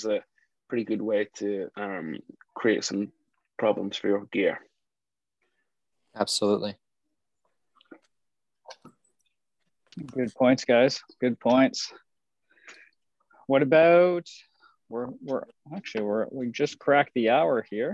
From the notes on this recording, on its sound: Recorded live on Zoom. This is a round table conversation and the audio quality is not studio quality.